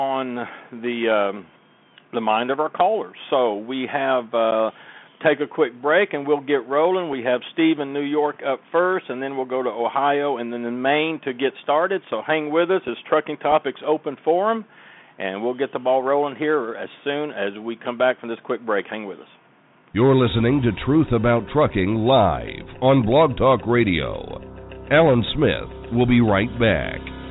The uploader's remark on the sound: Join us as we open up the phone lines where our callers decide the topics for discussion.